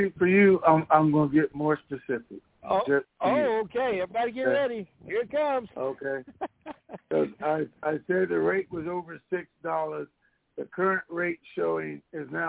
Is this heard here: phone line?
yes